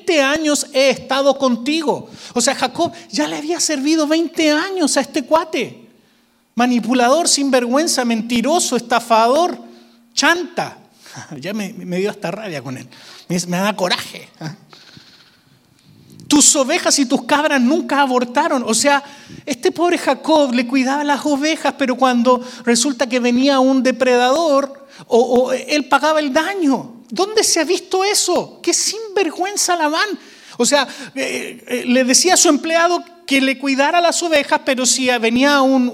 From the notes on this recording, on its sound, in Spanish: Grabado EN VIVO en Visión Mundial Para la Familia, Arlington, Texas, USA.